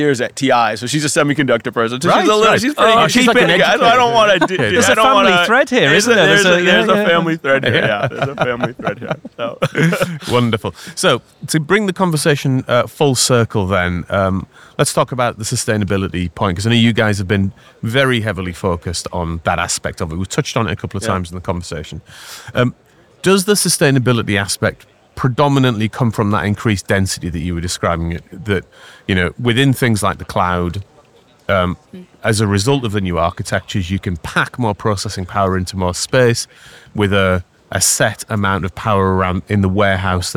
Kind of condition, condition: setting, busy venue